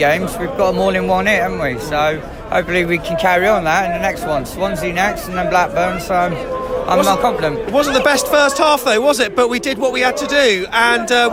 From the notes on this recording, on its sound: Elated fans reacted at full-time outside the stadium. There was some raw reaction at full-time. In front of the North Stand.